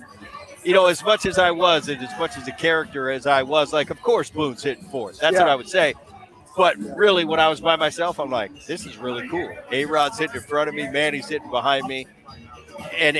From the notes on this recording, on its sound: live from T-Mobile Park in Seattle